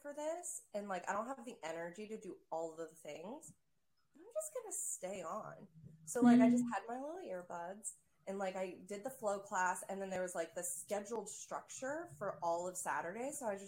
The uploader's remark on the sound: We apologize for the poor video quality & sound due to a technical difficulty with our recording software.